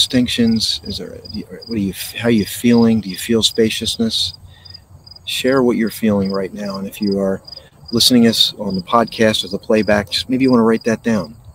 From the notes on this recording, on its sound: This Episode originally streamed live on location at Sunflower Farms, Dalton Farms Swedesboro NJ. The audio from this podcast was taken directly from this live stream.